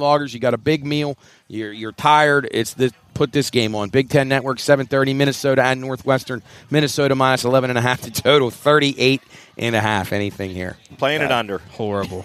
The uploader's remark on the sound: LIVE from The Crooked Dock in Wellsburg, West Virginia. To help celebrate in The Wellsburg Bridge grand opening.